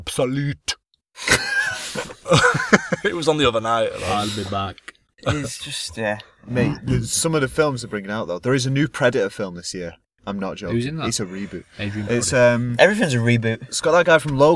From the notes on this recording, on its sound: Get together in the car once again.